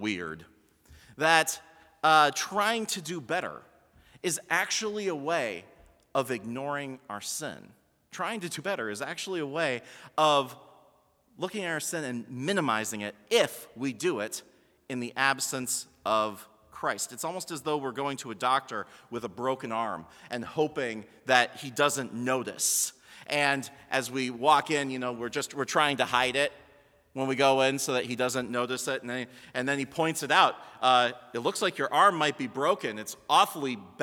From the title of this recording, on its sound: Sermon from BLC Chapel - February 25, 2020